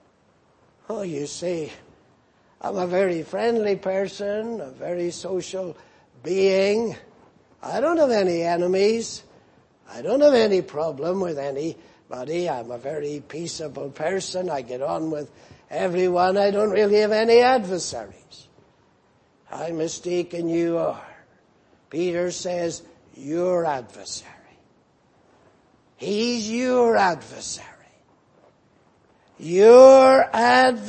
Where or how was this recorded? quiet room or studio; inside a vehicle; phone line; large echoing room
large echoing room